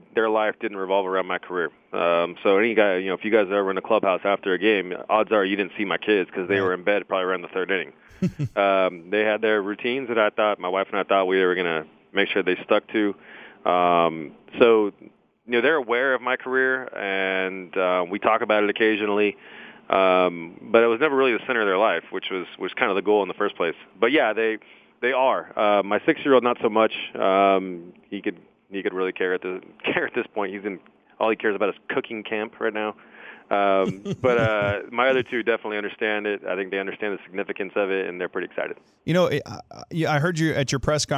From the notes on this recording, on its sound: called in to the Ben and Skin show